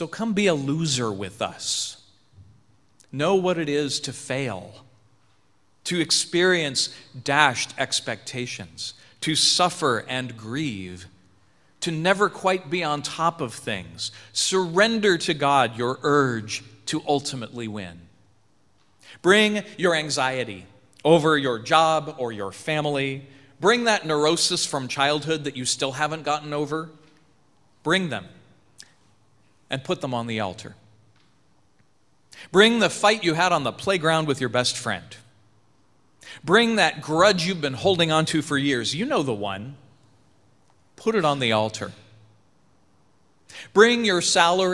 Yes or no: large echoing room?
yes